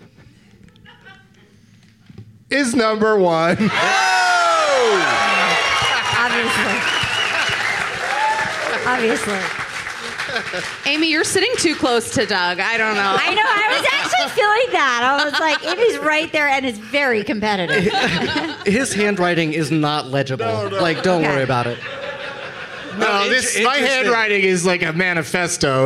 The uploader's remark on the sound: Live from the Gateway Theatre as part of San Francisco Sketchfest